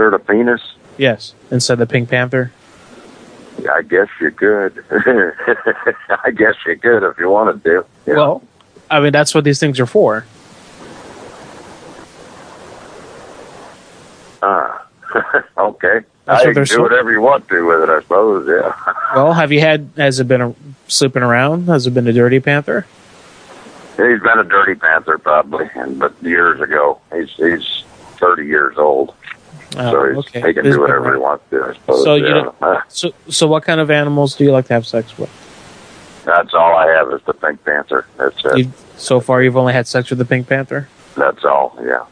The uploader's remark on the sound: Prank Phone Calls